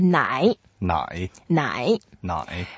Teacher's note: It's a third tone. So we have to go down first and go up.